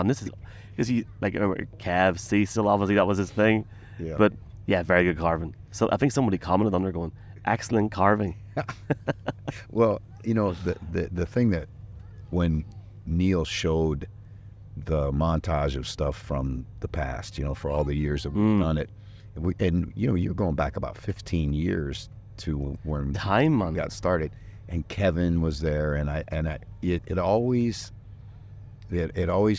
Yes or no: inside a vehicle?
yes